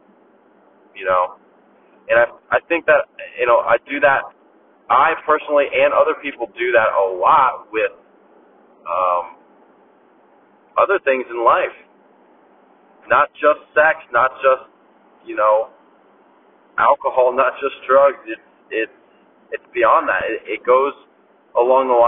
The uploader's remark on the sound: I sound like im calling from a jail cell but i assure you i am not! I apologize for the audio quality.